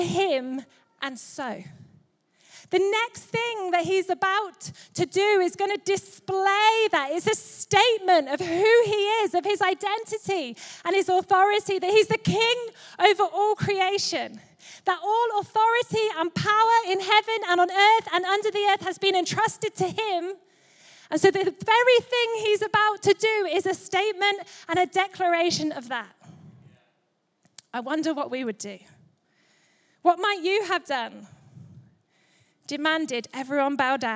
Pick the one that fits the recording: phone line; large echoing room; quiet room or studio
large echoing room